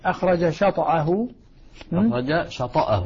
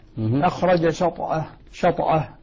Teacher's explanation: بتحريك الطاء بالفتح والباقون بالسكون